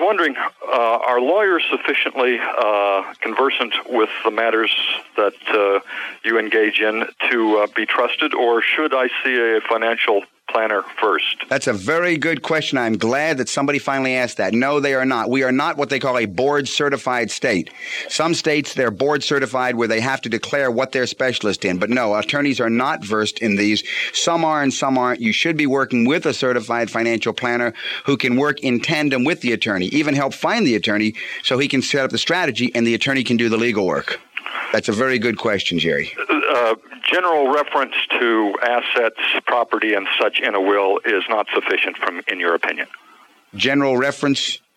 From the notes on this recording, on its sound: Financial planning call-in show.